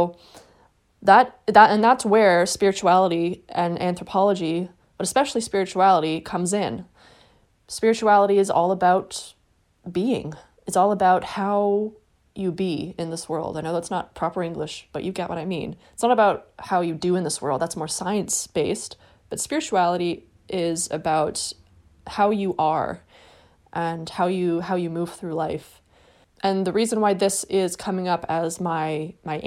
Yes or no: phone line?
no